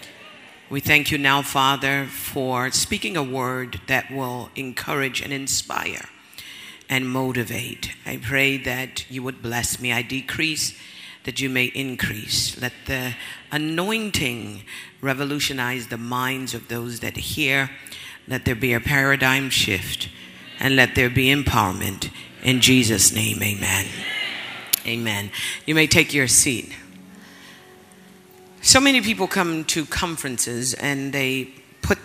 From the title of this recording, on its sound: Word Explosion Conference, 2019: Day 3